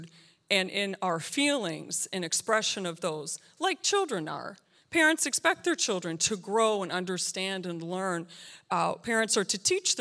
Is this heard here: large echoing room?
yes